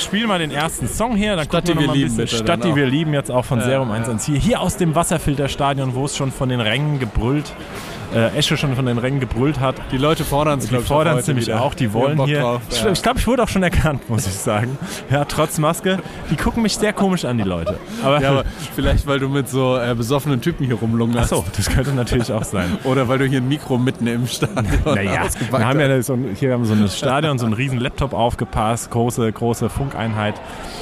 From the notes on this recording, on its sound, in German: Melden sich quasi live aus dem Stadion. Ins Stadion vom SV Wehen-Wiesbaden geschmuggelt.